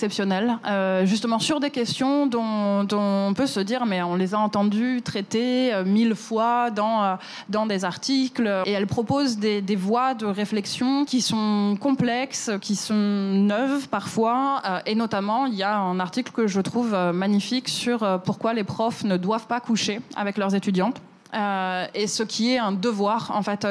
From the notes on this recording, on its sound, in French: cet épisode a été enregistré à la Gaîté Lyrique